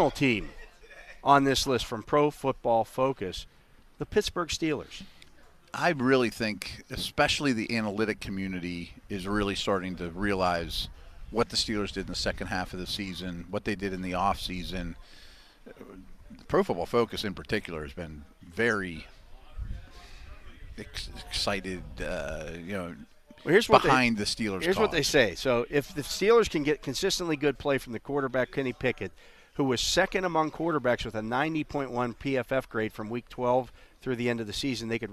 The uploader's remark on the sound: broadcast live from the UPMC Rooney Sports Complex during day two of Steelers' Mini Camp